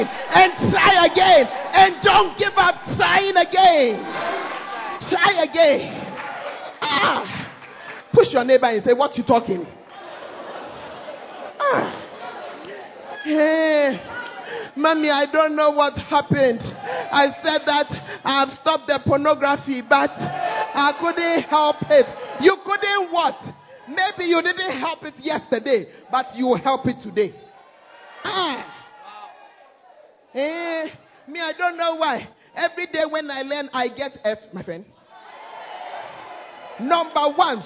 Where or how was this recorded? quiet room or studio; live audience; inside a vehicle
live audience